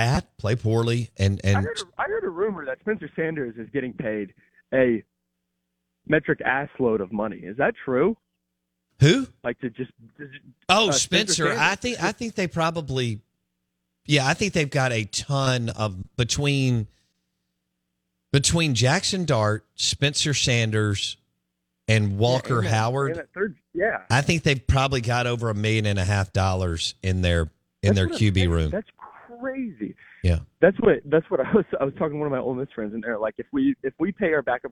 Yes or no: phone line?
yes